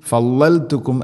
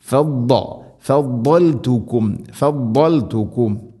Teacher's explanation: ഫദ്ദൽതുകും, ഫല്ലൽതുകും അല്ല ഫദ്ദ, ബോധുച്ചരിക്കുന്ന സമയത്ത് നാവിൻ്റെ ഏതെങ്കിലും ഒരു സൈഡ് അണപ്പല്ലുകളോട് ചേർന്ന് അതിൻ്റെ ഒരു നീളത്തിൽ തട്ടിക്കൊണ്ടായിരിക്കണം വരേണ്ടത്. · Shown in: second take · അത് ഇസ്തിഇലാഇൻ്റെ സ്വരഭാരത്തിൽ ഉച്ചരിക്കേണ്ട അക്ഷരവുമാണ്.